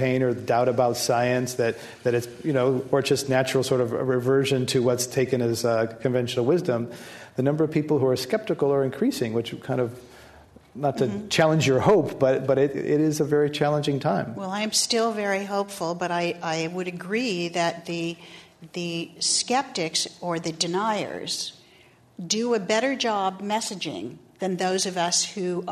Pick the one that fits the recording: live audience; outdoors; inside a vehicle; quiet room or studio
live audience